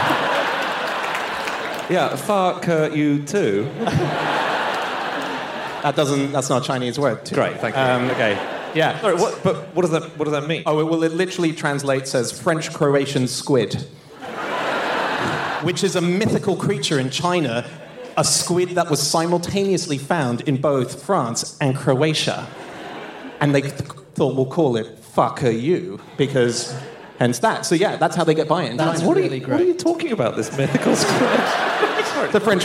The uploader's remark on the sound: Live from New York